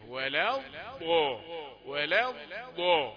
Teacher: يعني من تعديش عليها الطاء، وده مع السرعة او مع شدة الهواء الزوائد زي السفير المندفع معه. لكن انتبه، ولا الضاء ولا الضاء ما فيهاش ريحة الطاء · Term: الضاد